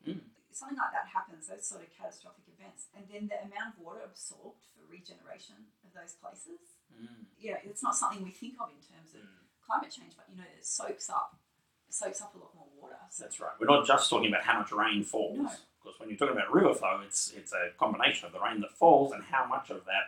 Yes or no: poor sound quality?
yes